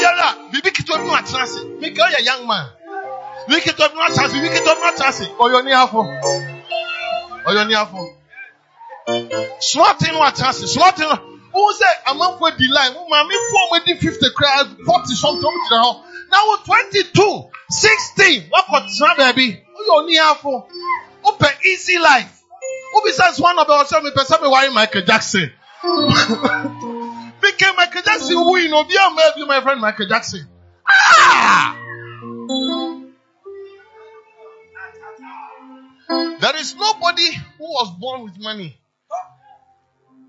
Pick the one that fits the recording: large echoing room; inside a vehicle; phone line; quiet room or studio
large echoing room